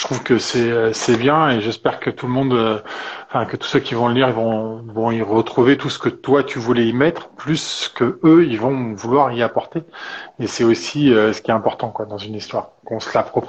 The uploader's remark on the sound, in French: lors d'un Live Instagram